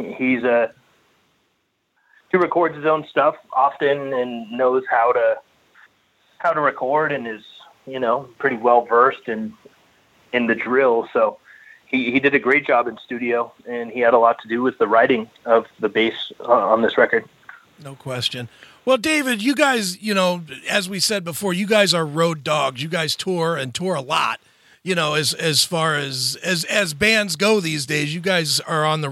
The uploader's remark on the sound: called